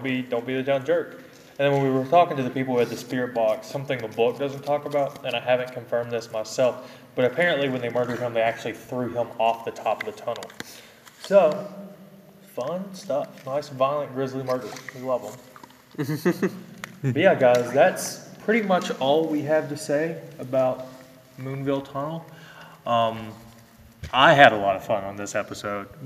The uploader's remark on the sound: In this episode we went on site at the famed Moonville Tunnel in Vinton County, Ohio. During this episode we had the fortune of running into some very friendly amateur ghost hunters who shared some of their stories with us and even let us participate in a spirit box session!